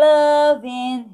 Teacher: a gente não fala o G